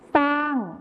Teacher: ในภาษาไทยมาตรฐานเราก็จะใช้คำว่าช้างที่ใช้ชอช้างนั่นเองนะครับส่วนในภาษาถิ่นอีสานจะใช้เป็นซอโซ่นั่นเอง